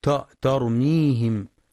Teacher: يخطئ بعضهم فيقرأ ترميهم بتفخيم التاء